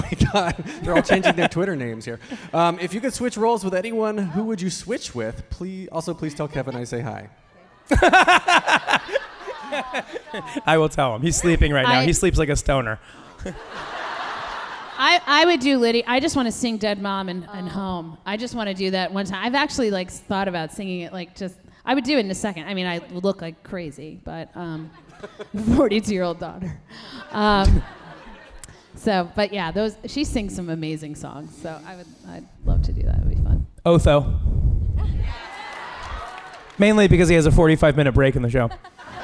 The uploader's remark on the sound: LIVE from BroadwayCon 2020 in New York City, here is the main stage panel. Conclude the event with BroadwayCon's largest selfie, ever!